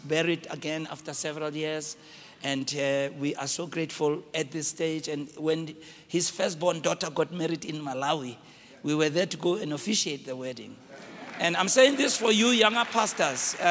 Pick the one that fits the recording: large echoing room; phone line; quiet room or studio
large echoing room